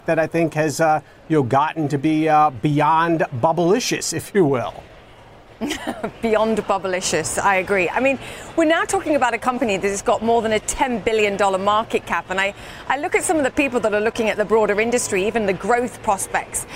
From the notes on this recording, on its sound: live from the New York Stock Exchange